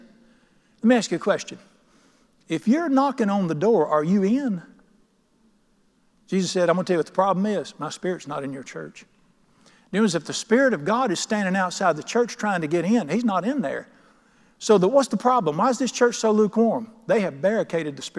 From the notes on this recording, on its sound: at The Lamb's Chapel, Burlington, NC.